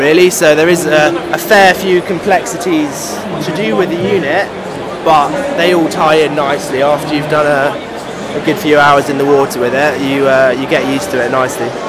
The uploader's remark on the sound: The Go Diving Show 2022. We recorded a few interviews with exhibitors on Saturday 5th March. These is an in show recording so there is some background noise!